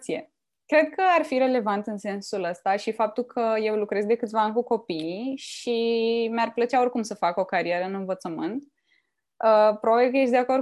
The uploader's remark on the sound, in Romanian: Înregistrările sunt realizate pe Zoom, ne cerem scuze pentru eventualele probleme tehnice.